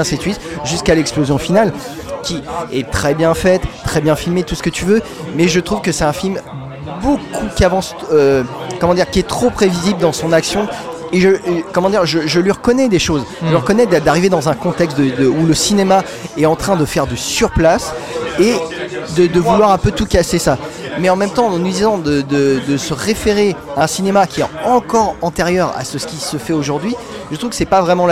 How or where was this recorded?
busy venue